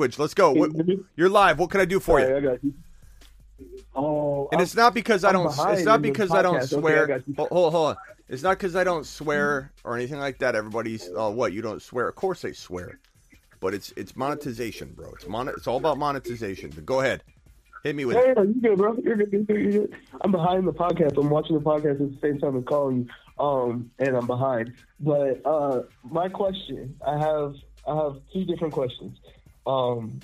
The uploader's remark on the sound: 2 Hours of Phone Calls and chat questions.